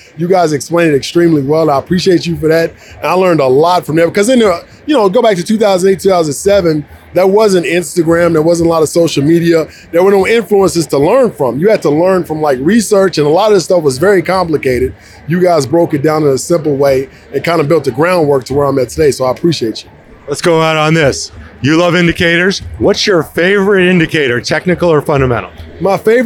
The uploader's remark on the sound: Live from Invest Fest 2023. The Express is live and direct from Invest Fest 2023, the flagship event from Earn Your Leisure, as 20,000 attendees flock to Atlanta.